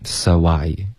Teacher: so 跟 I 之间添加一个 W 音